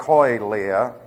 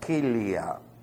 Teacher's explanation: this constitutes a diphthong in the Greek language, and it's pronounced like a long E · Shown in: second take · It's not oi.